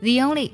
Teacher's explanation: 做连读，中间的加半元音，夜的音